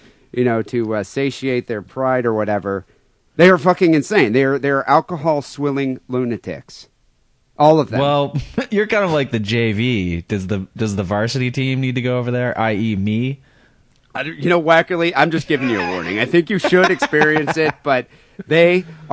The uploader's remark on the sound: Phone calls